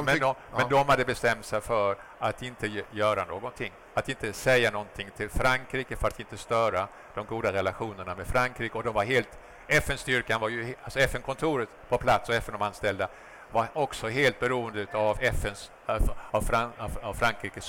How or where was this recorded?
busy venue